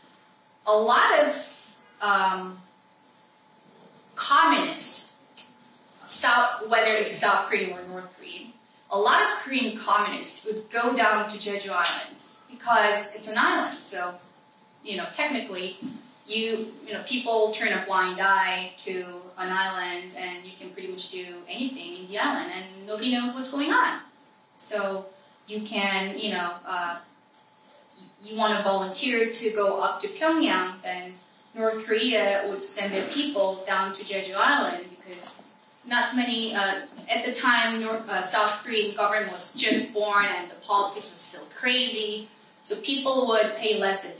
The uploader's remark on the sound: This event was streamed live at The Institute of World Politics, D.C.